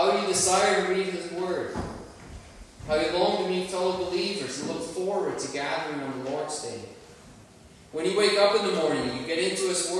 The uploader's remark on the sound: Worship Service. Sorry for the poor sound quality.